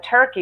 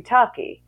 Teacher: if you're aware of standard British English, the King's English, I guess it would be now, there's no post-vocalic R sounds · Shown in: second take · So turkey would be tucky.